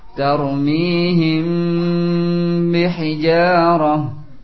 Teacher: ditahan dulu. Ya, di antara akhir mim sukun dengan ba.